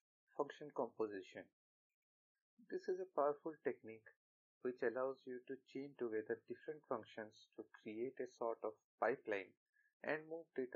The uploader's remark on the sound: Apologies for the audio quality of this episode. Due to some reasons I am not bale to record at my original place and on top of it I am still not able to procure quality recording equipment due to budget constraints.